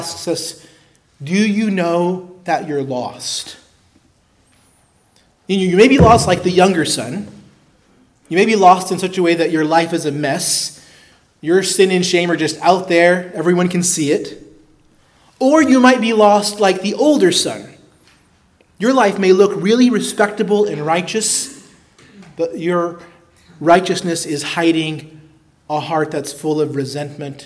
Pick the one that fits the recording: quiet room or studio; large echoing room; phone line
large echoing room